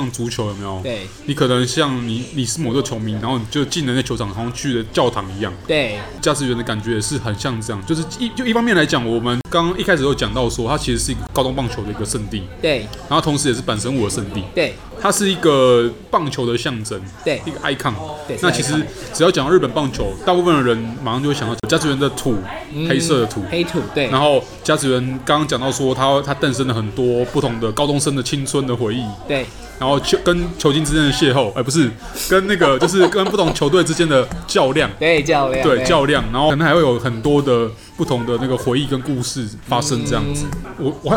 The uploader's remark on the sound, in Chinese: 本集白噪音指數：微風級 2/5。錄音地點：西藏廚房。